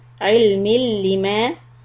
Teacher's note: lam shadda is idgham, that there is no gunna